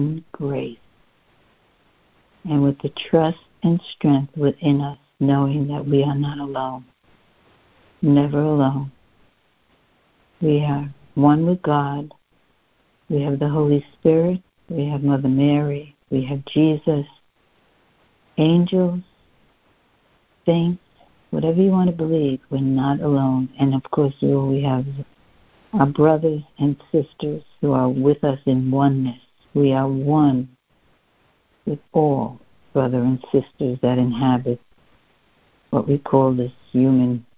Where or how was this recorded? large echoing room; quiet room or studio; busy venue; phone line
phone line